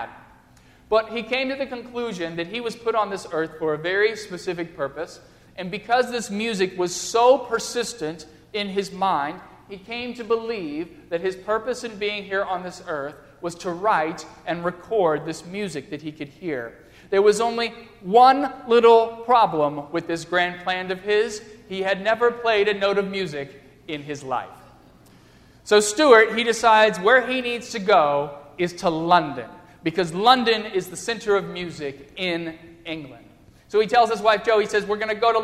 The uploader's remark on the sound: during the Crossroads service (9:30 am) on Sunday, December 6, 2015, at First Presbyterian Church of Arlington Heights, Illinois.